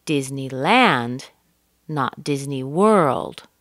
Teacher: I'm stressing land and world because I, as the speaker, am telling you it's not this one, it's another one. So it's a contrastive stress.